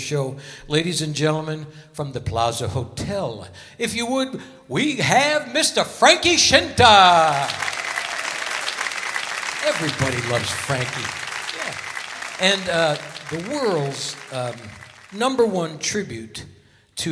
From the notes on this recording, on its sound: Live at the Southpoint Casino.